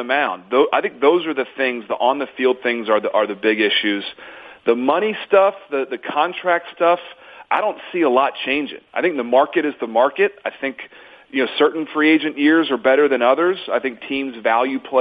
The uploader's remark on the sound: MLB Conference Call